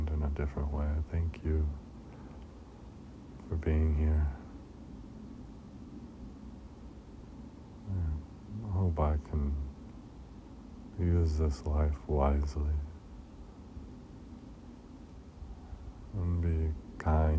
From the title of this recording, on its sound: "van top prayer" outside Joshua Tree